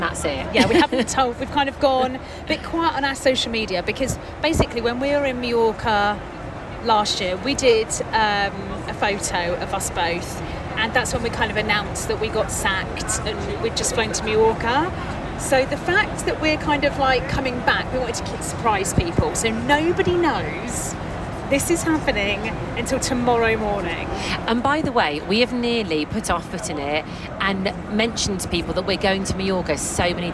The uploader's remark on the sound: Pod on a plane. We recorded our pod up in the sky on the TUI flight to Palma, Majorca!